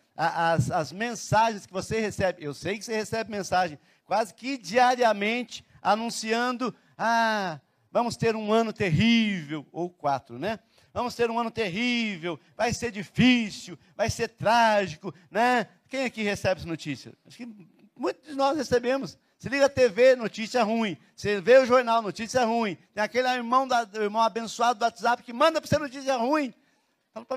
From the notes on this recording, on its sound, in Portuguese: na Igreja ABA Curitiba (Transmitido ao vivo)